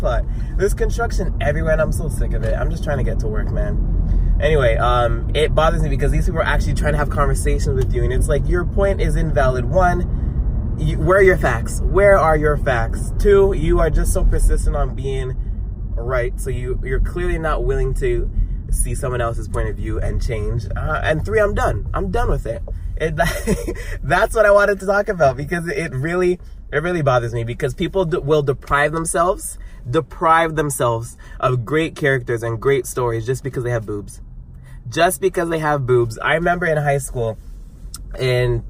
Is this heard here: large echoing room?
no